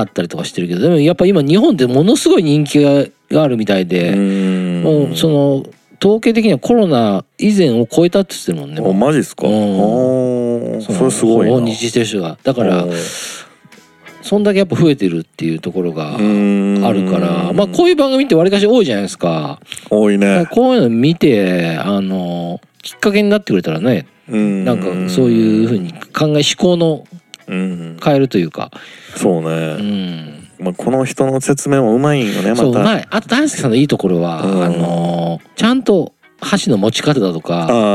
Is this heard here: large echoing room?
no